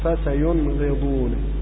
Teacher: بنون واضح ليس فيها غنة زائدة وليس فيها إدغام ولا إخفاء · Term: الإظهار